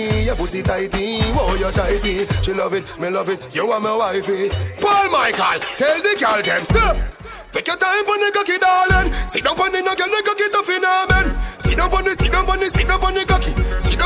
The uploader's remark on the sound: LIVE AT ISLAND SATURDAYS ON SEP 28th